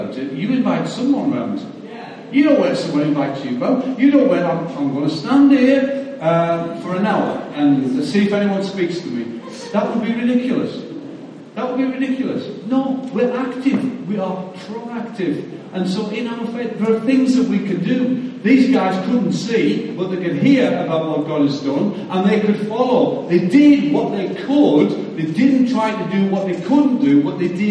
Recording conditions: large echoing room